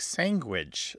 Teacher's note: And it's what's called a velar nasal stop, which makes the word come out like sanguage. So it's a very nasalized, almost NG.